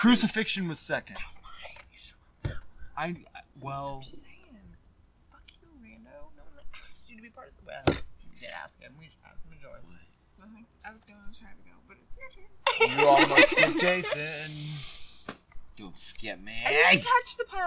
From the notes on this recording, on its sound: Recorded outdoors.